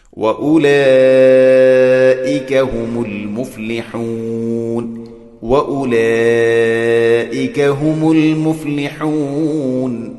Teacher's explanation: വ ഉലഈക, ഇവിടെയും നേരത്തെ പറഞ്ഞതുപോലെ തന്നെ നിർബന്ധമായിട്ടും നീട്ടേണ്ട മദ് മുത്തസിലാണ്. അതിൻ്റെ ഖദർ നാലോ അഞ്ചോ ഹർക്കത്തിൻ്റെ ഖദറിലാണ് നീട്ടേണ്ടത്. · Term: മദ് മുത്തസിൽ